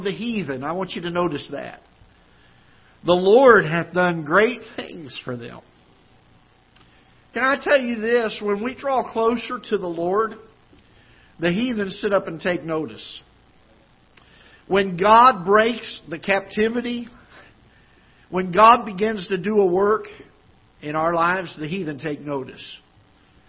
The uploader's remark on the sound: Ketha Heights Baptist Church ~ Live Broadcast